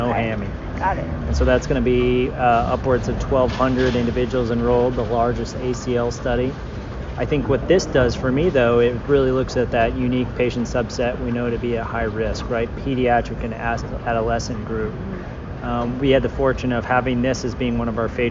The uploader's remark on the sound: We’re coming to you live from the American Academy of Orthopaedic Surgeons annual meeting in Las Vegas, our largest orthopaedic conference. This year, over 20,000 orthopedic professionals gathered at the AAOS meeting to take part.